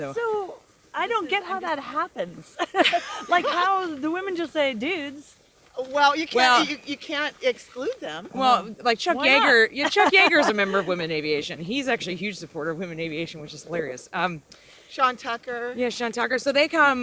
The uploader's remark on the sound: Recorded the entire episode on her smartphone and then edited hours of conversation on the phone. I was asked to come along for a trip to Talkeetna and record the conversation among a diverse group of women pilots. The first segment of the show was recorded on the walk to the Roadhouse in Talkeetna. The next segment of the show was recorded in the dining room of the Roadhouse.